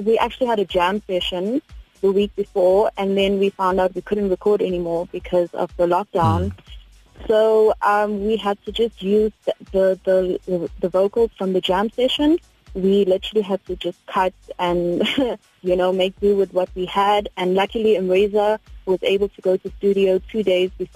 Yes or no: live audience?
no